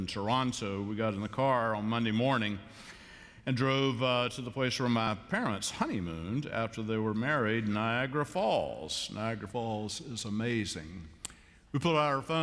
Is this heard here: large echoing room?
yes